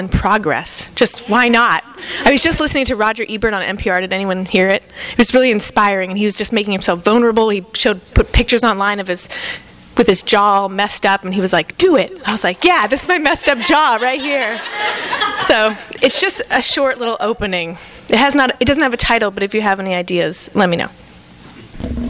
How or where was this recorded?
busy venue